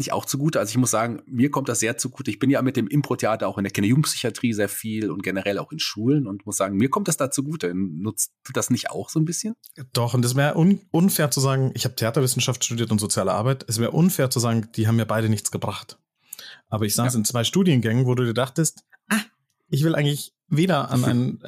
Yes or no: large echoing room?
no